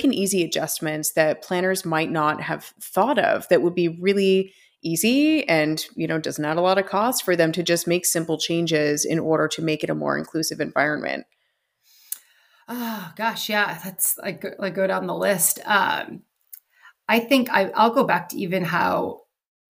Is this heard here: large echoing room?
no